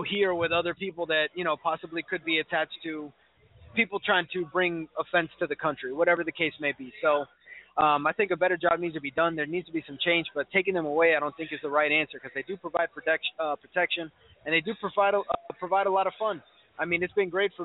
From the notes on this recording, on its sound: Broadcasting & Recording LIVE from the Kendall SPORTS GRILL on Kendall Drive and 97th Avenue